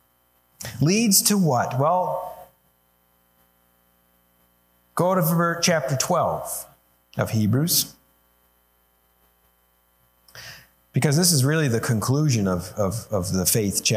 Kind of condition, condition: setting, large echoing room